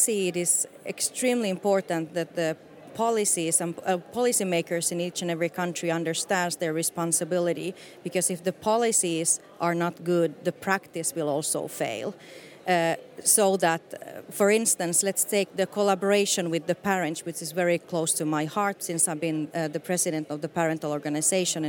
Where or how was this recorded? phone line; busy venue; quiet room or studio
busy venue